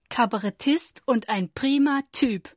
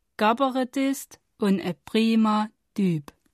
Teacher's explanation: K wird zu G. P wird zu B und T zu D. · Shown in: second take · Term: keine harten Konsonanten